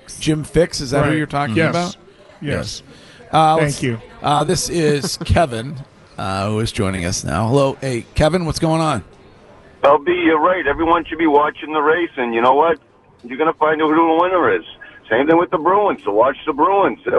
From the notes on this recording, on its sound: Broadcasting live from The Capital Grille